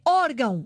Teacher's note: Em órgão, acento no O. Orégãos, acento no E. Porquê? Porque se eu não tiver acento, naturalmente as palavras terminadas em ão gostam de receber a sílaba tónica.